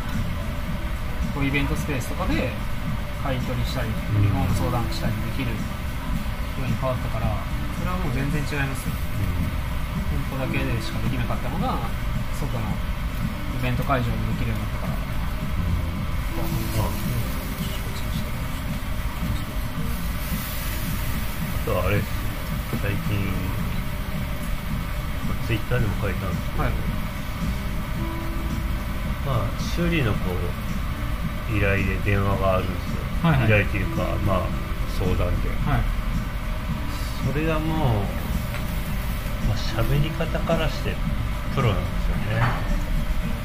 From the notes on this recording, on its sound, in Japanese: 飲食店での打ち上げトークのためノイズ多めでお送りしています。